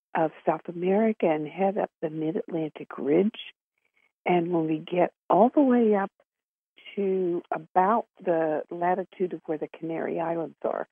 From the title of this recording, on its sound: Conference Call LIVE, January 3, 2022